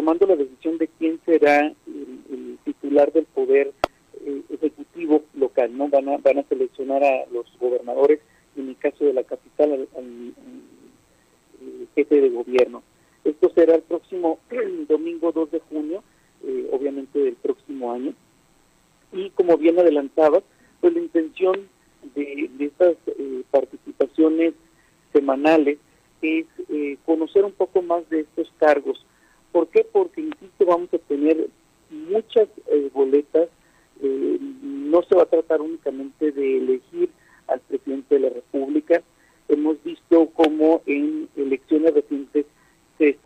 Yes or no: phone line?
yes